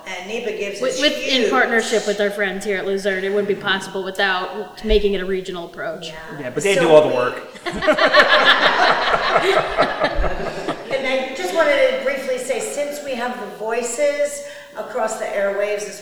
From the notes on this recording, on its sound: This conversation is a live panel discussion from the 2023 Wilkes-Barre Connect Conference. Hear the live Q&A from the audience.